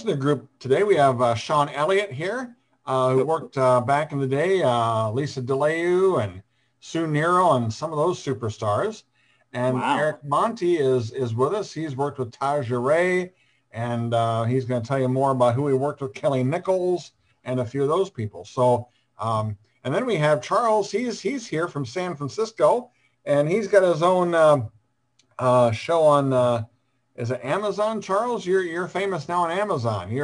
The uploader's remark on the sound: this Zoom session